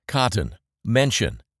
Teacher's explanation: These two words have the schwa sound in the second syllable